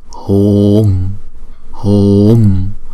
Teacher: Chữ U chúng ta kéo dài hai nhịp